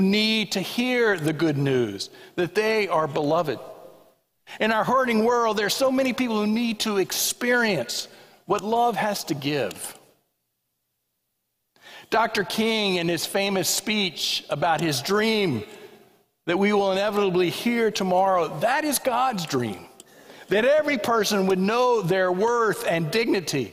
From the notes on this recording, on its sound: This sermon was preached at the 11:00am Worship Service at First Presbyterian Church of Allentown.